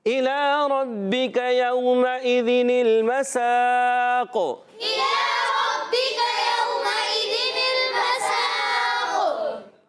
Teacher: قاف کو موٹا بھی رکھنا ہے، قلقلہ بھی ادا کرنا ہے